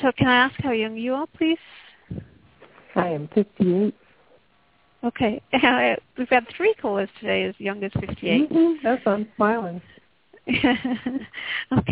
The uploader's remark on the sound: Takes your calls for healing live today!